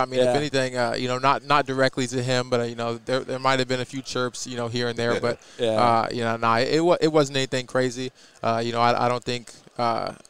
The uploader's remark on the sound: Live from Super Bowl Row